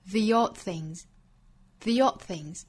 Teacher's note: the 这个词后面遇到元音的话，它本身的元音由 a 变成 e · odd 尾部的 d 音后面遇到辅音了，所以在这个位置也是要憋一下